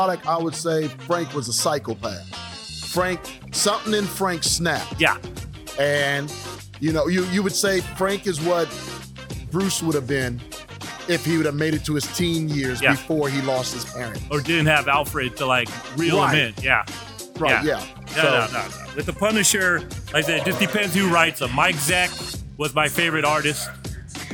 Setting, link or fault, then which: setting, busy venue